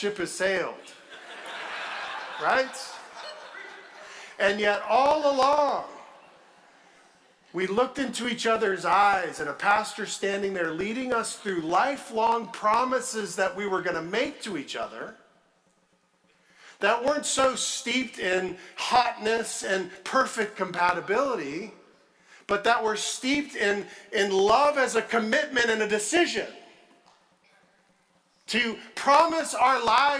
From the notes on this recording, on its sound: at Redeemer Church on February 5, 2023